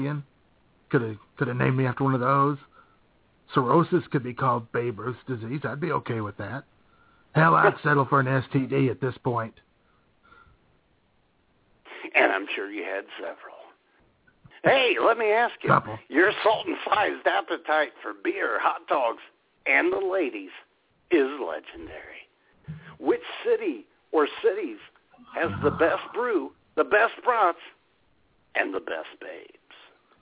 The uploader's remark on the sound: taking your phone calls